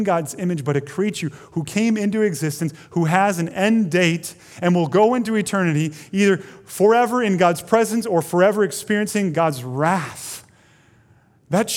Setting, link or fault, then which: setting, large echoing room